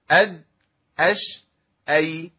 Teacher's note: يبقى مخرج الياء وسط اللسان مع ما يوليه من سقف الحنك الأعلى، بس مش بقوة التصاق مخرج الجيم ولا بضعف التصاق مخرج الايه شيء، حاجه وسط كده بين الايه بين الحرفين.